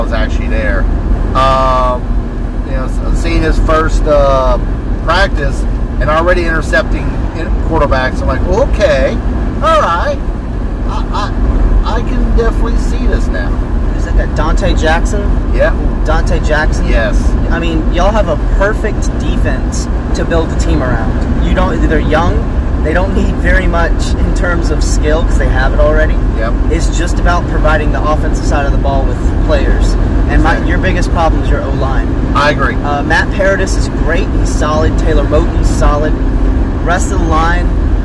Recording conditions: inside a vehicle